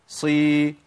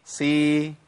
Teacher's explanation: بعدت الفكين عن بعض، لغيت الاطباق وعملت ايه؟ انفتاح، ولغيت الاستعلاء · Shown in: second take